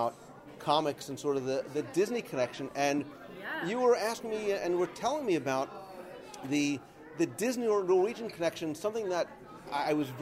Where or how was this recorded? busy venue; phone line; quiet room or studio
busy venue